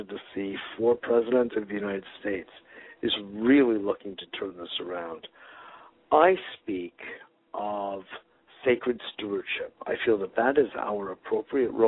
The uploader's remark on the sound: Today is a chance for listeners to call